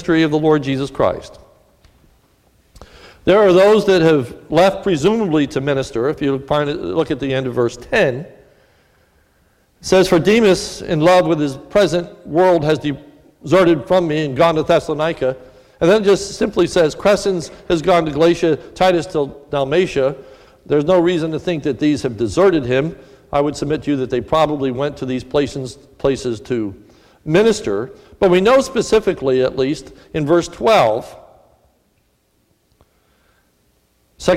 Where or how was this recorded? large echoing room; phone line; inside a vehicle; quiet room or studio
large echoing room